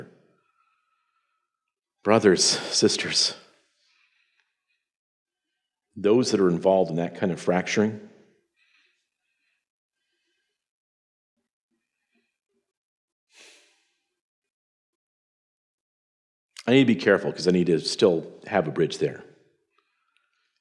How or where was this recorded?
live audience